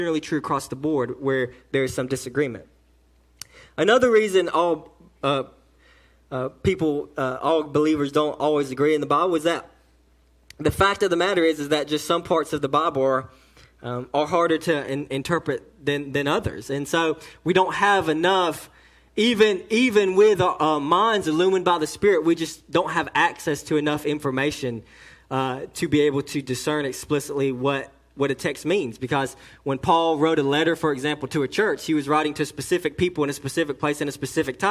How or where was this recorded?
large echoing room